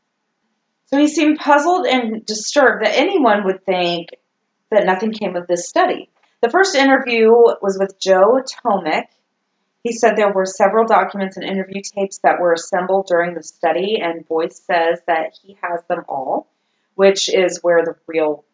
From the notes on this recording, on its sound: Audio still SUCKS! Crank up that volume.